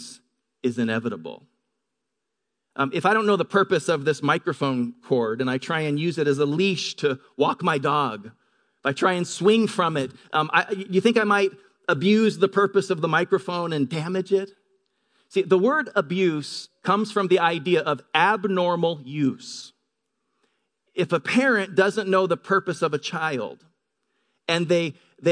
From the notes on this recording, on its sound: Delivered on 1 April 2018 at Grace Church of La Verne . Delivered on 1 April 2018 at Grace Church of La Verne .